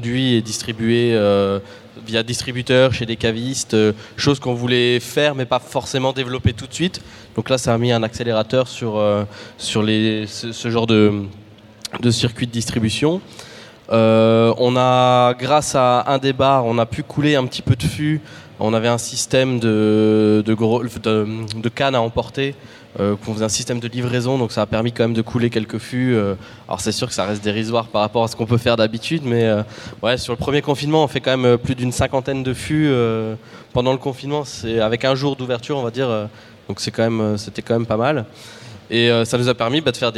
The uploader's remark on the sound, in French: Table ronde enregistrée en public lors de la 1ère édition du Reims Beer Festival, au Parc des expositions de Reims.